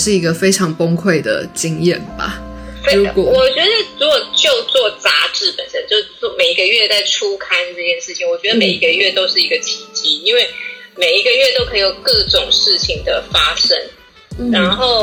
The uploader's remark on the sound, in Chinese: 本集採線上錄製